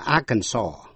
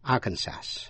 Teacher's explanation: Tên tiểu bang A-R-K-A-N-S-A-S, có âm S câm, đọc là Arkansas · Shown in: first take